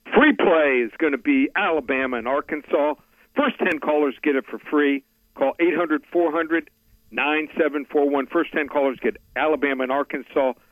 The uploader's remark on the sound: Joins the show on the Farm Bureau guest line talking about the best bets for the weekend live in the BankPlus Studio.